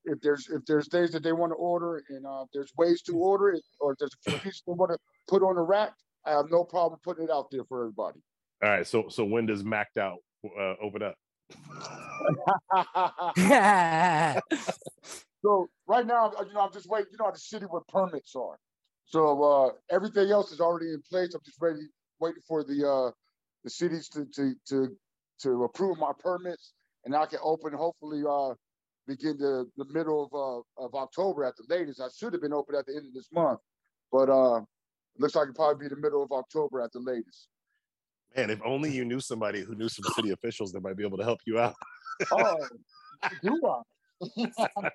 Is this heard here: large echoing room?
no